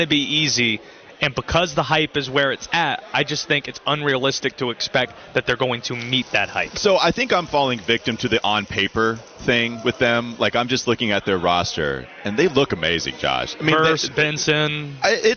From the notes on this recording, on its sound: Live From ACC Kick-Off. Gets off the bus live at ACC Kick-Off.